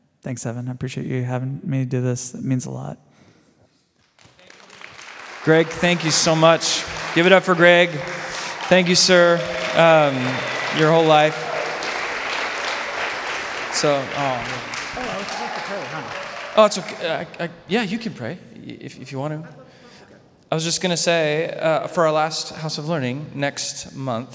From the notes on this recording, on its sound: This is a live recording of our House of Learning